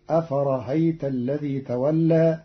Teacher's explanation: قرأ قالون كلمة أفرأيت بتسهيل الهمزة الثانية بين بين، فتصير أفرهيت الذي تولى في لغة بعض العرب.